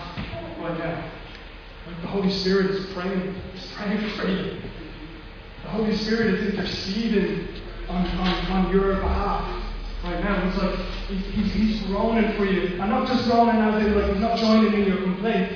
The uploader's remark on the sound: Recorded live at Liberty Church.